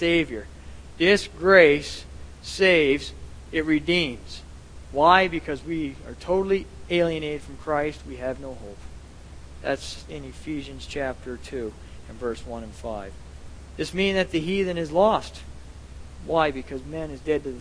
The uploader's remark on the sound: At The People’s Church of Somerville, NB.